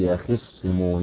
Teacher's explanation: كلمة يخصمون نفسها أصلا يختصمون، أدغمت التاء في الصاد فأصبحت صاد مشددة وقبلها الخاء ساكنة